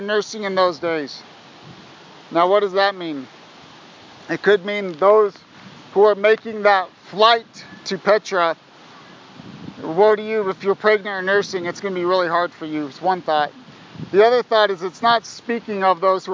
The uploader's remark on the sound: Sorry for the wind! I pray your faith is built up in-spite of the noise.